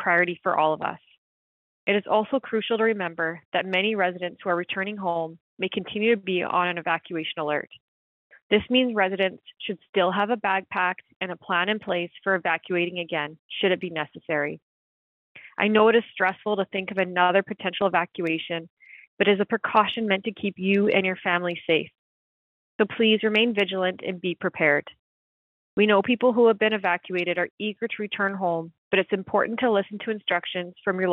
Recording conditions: phone line